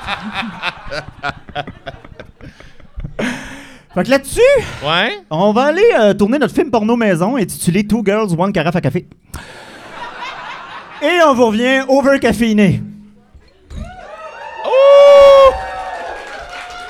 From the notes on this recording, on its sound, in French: Live devant pubis. C'est notre épisode devant pubis enregistré au Café Cléopâtre!